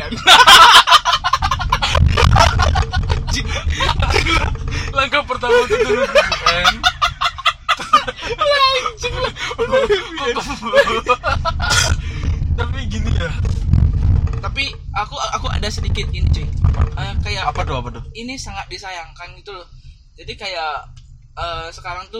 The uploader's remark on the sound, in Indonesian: karena ada sedikit kesalahan waktu recording jadi ada sedikit noise